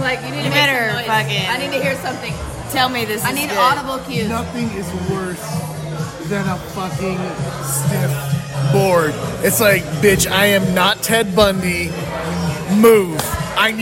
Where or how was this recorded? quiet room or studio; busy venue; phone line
busy venue